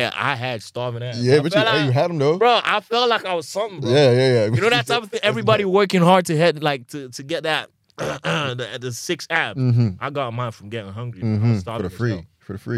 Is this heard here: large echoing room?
no